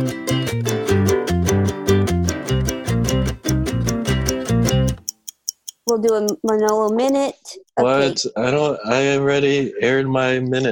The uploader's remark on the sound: Recorded entirely remotely. Play listener-created games with callers via Zoom!